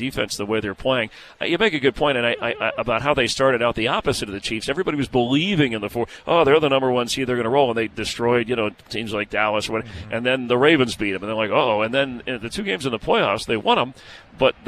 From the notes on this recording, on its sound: live interviews from Radio Row in Las Vegas!